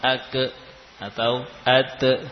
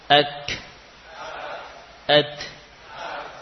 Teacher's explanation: untuk ta dan kaf, ketika lepas diikuti dengan nafas. · Shown in: second take